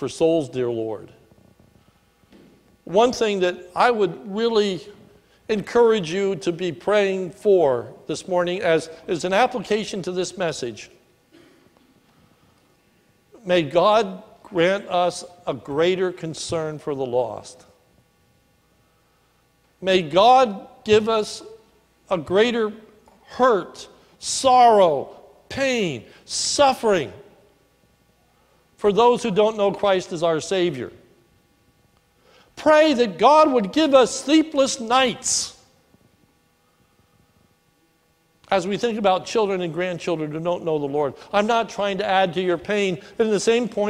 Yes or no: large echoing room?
yes